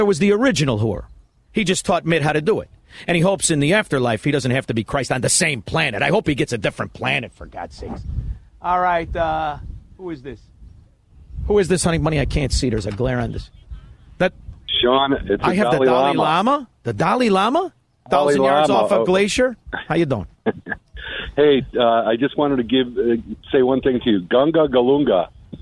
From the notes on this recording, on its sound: broadcasts live from the Makray Memorial Golf Club in Barrington!